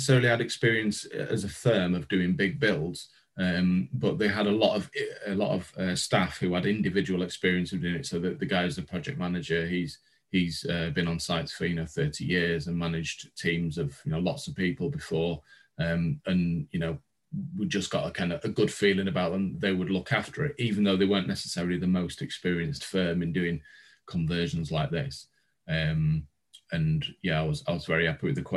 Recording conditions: video call